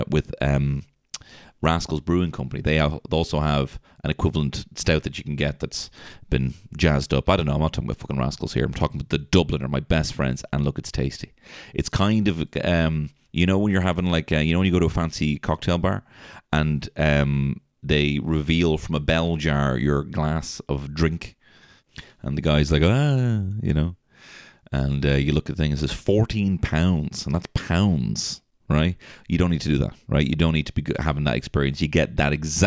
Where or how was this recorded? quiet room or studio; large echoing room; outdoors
quiet room or studio